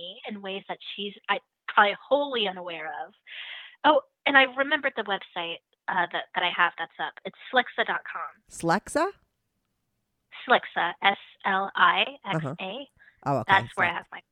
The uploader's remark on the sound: she called in tot talk all about it